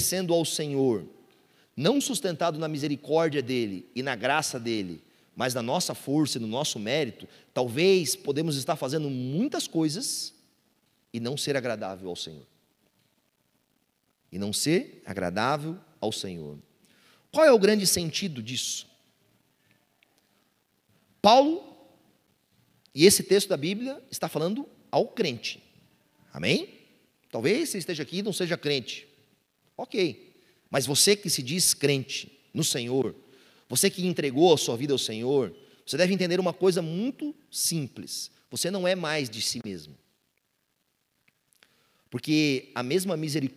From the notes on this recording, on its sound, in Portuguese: Culto Domingo (Onda Dura Belo Horizonte). Local gravação: Onda Dura Belo Horizonte.